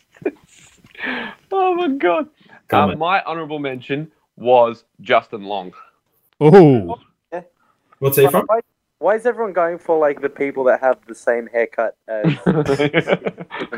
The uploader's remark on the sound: There was some connections issues in this episode. He ended up joining the episode via his phone. Sorry for any issues with levels.